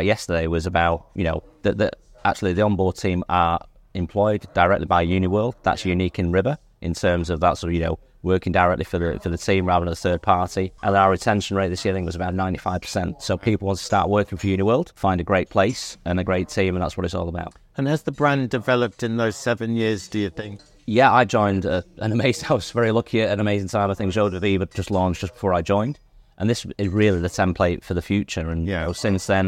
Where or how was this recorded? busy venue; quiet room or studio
busy venue